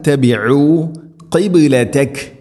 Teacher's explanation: ഖാഫ് ഉച്ചരിക്കുന്ന സമയത്ത് തൊണ്ടയുടെ മുഗൾ ഭാഗവും കഴിഞ്ഞ് ചെറുനാക്കിൻ്റെ ആ ഒരു ഭാഗമാണ് ഖാഫിൻ്റെ മഖ്റജ്